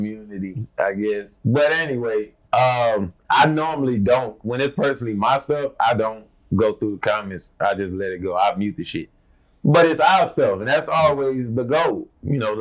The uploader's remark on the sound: Excuse the poor audio, new mics failed us!